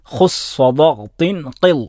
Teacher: പിന്നെ നമ്മൾ പലപ്പോഴും കേട്ടിട്ടുള്ള ഇസ്തിഅല എൻ്റെ അക്ഷരം, ഇസ്തിഅല എന്ന് പറഞ്ഞാൽ അല ഉയരുക, അഥവാ ആ അക്ഷരങ്ങൾ ഉച്ചരിക്കുമ്പോൾ നാവ് മേലെ അണ്ണാക്കിലേക്ക് മുകളിലേക്ക് ഉയരുന്നു, വായ നിറച്ച് പറയേണ്ട അക്ഷരങ്ങളാണ്